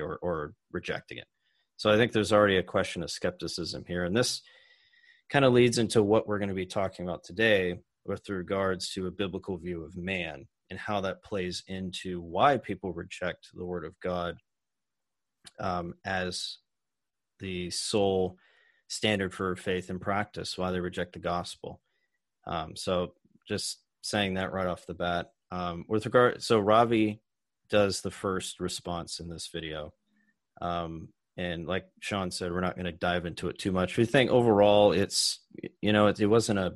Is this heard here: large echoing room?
no